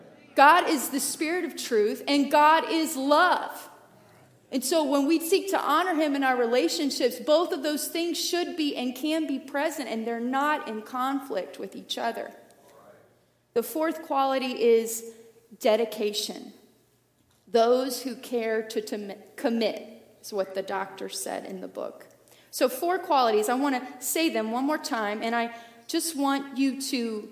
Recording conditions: large echoing room